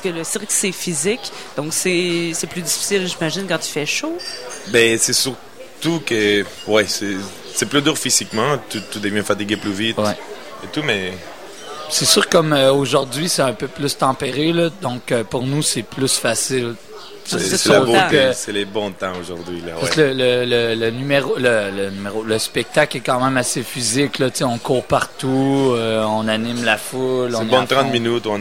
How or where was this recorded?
busy venue